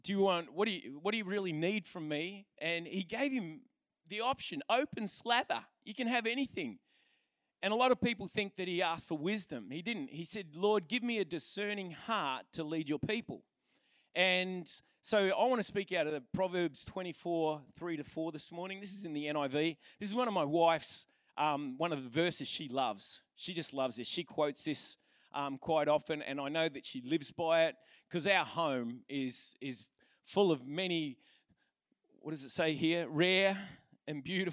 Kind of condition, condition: setting, large echoing room